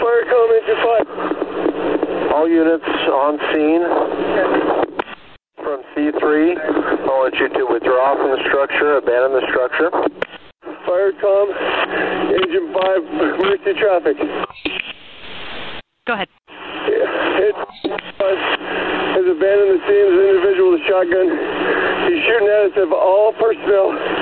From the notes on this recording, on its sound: Recordings from 911 dispatchers detail a shooter's ambush of firefighters responding to an Oct.